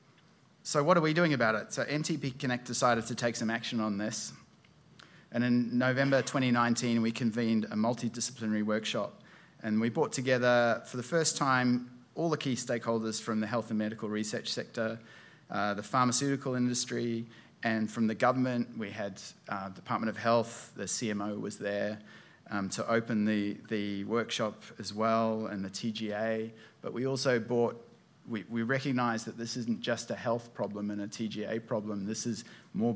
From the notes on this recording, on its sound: This week our podcast takes you to a keynote presentation. At the DMTC Conference in Canberra.